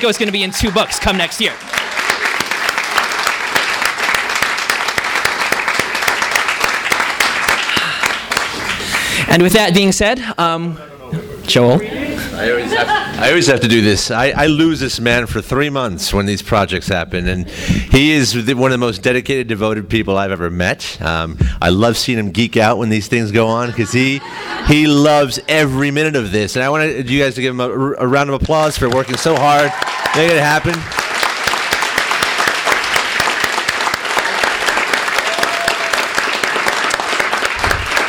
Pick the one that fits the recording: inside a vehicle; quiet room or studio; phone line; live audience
live audience